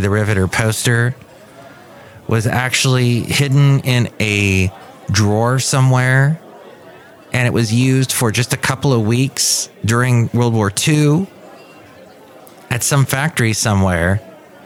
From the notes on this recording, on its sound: podcasts live from Café Anyway